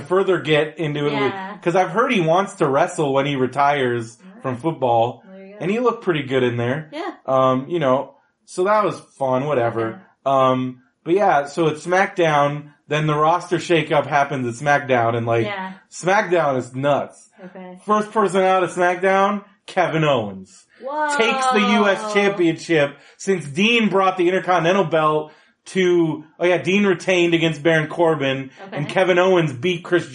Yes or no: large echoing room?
no